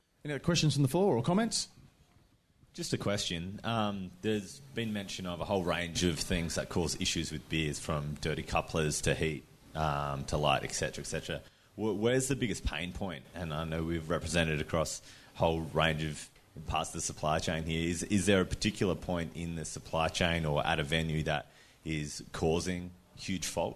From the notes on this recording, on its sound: This episode was recorded live at the Cryer Malt Trade Lounge, at the Good Beer Week Festival Hub, Beer Deluxe Federation Square.